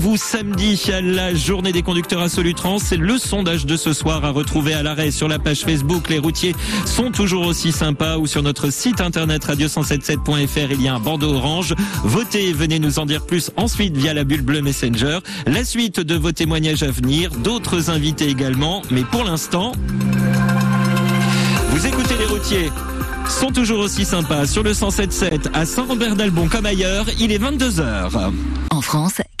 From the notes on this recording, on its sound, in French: Sur la route vers le salon Solutrans, qui se tient à Lyon, nous avons fait une halte sur l'aire de services de Saint-Rambert d'Albon, sur l'A7. Sont allés à votre rencontre et vous avez été nombreux à vous arrêter pour participer à l'émission, en direct.